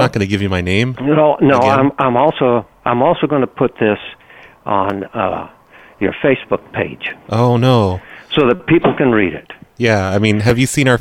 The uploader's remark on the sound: Prank Phone Calls